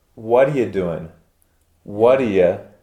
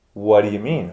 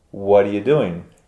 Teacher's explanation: So a really big common pronunciation confusion in spoken American English, not written American English, is the pronunciation of what do you and what are you, which sometimes are pronounced the same